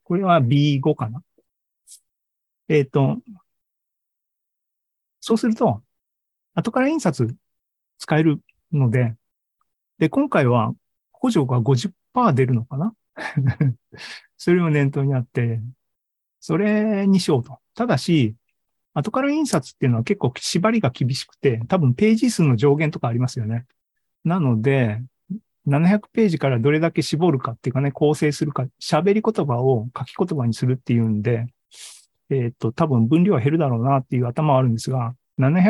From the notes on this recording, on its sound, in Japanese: ２０２３年４月２６日に開催した ZOOMライブの模様です